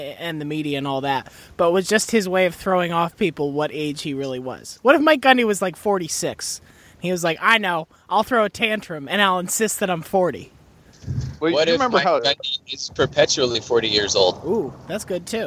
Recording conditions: inside a vehicle